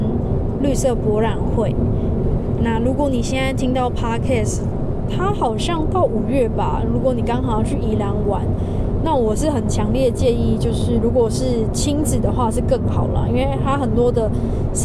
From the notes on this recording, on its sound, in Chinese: 本集全程於車上錄音，會明顯感受好像在高速公路上喔